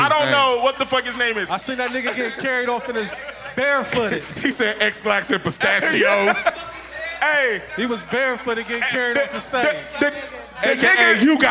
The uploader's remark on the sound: This episode was recorded live from Avalon for the 614 Day celebration festivities.